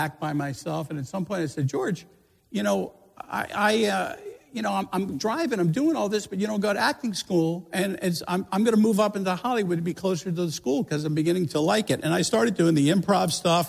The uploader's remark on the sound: a special live interview (recorded at the 2017 Tribeca Film Festival)